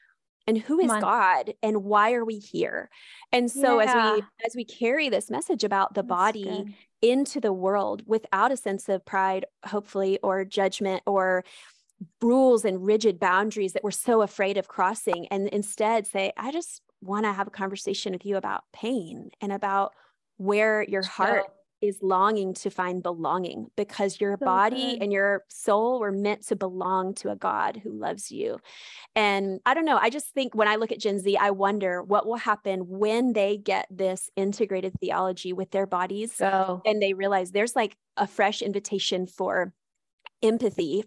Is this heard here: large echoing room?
no